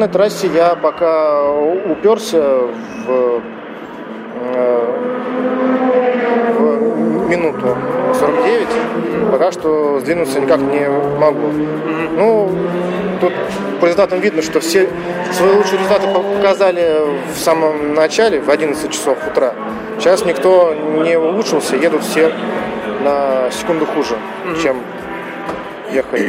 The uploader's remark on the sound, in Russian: Выпуск записан на старейшей из ныне действующих российских гоночных трасс — АДМ Мячково, во время первого этапа кубка MaxPowerCars&Bikes.